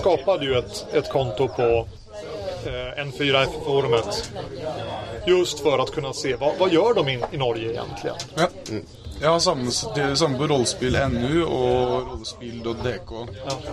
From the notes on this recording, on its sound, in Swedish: När jag var på Holmcon spelade jag in ett samtal. Vi satt på verandan med ett gäng brädspelare, det blåste rejält, ljudkvaliteten är med andra ord fruktansvärd.